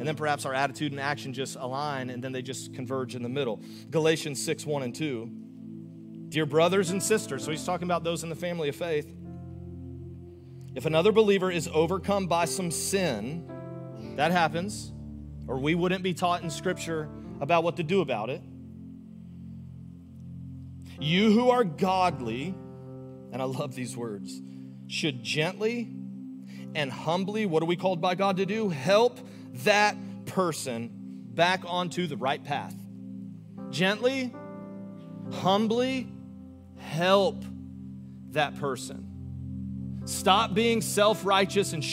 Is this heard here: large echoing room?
yes